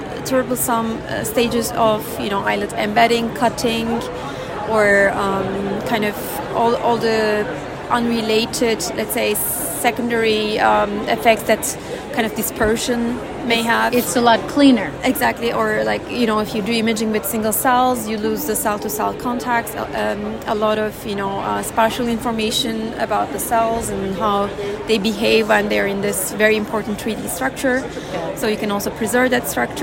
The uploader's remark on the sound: Check out “Heard on the Street” recorded during Day 2 of Islet Study Group 2023.